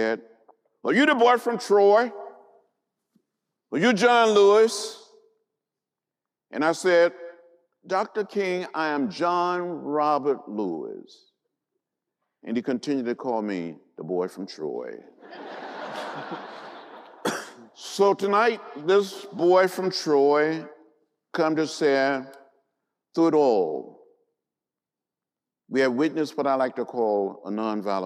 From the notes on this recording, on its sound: gave a lecture at the Indiana University Auditorium